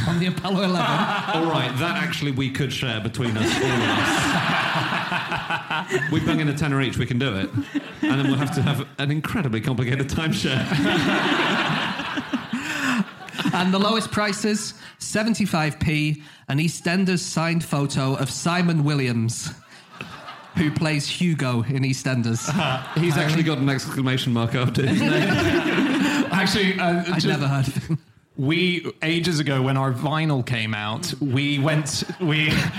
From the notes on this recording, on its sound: Live from Dublin